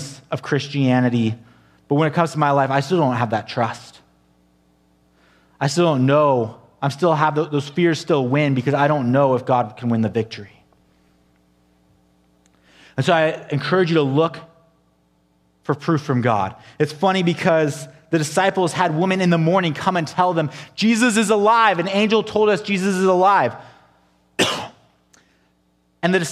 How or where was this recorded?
large echoing room